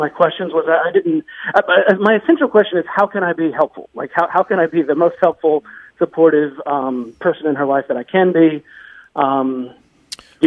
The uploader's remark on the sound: Take phone cals on the topic.